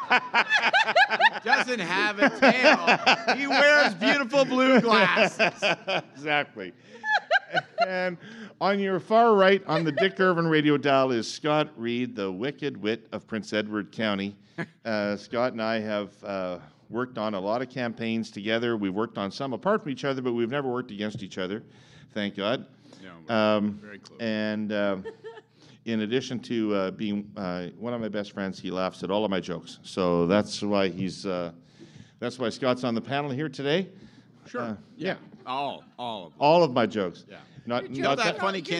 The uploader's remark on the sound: Canada 2020 hosted a LIVE event. LIVE showing of the Herle Burly Podcast.